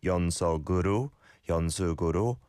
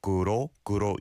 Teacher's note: you can hear that is the blend sound, the kiok from sok going over to the u